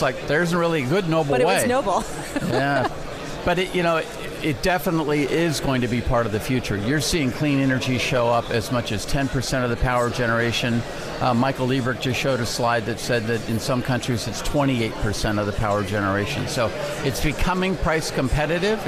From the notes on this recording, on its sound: Live from the 2017 Future of Energy Summit